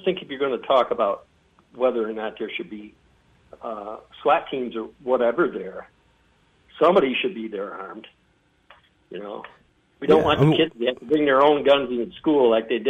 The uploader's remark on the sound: got several phone calls